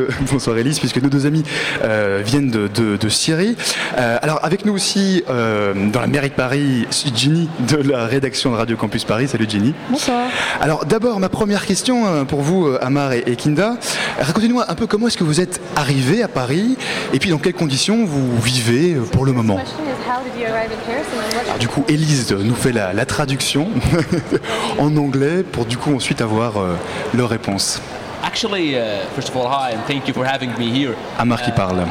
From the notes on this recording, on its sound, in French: A l'occasion de la Nuit des Etudiants du Monde (NEM), la Matinale est en direct de l'Hotel de Ville de Paris.